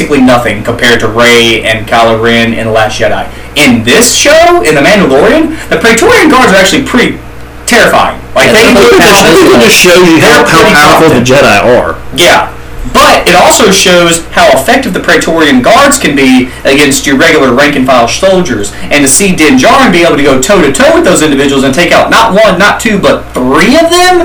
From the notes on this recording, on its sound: This short but very special episode was recorded live on a single microphone so please forgive the audio quality. Traveled to Virginia this week to attend the wedding.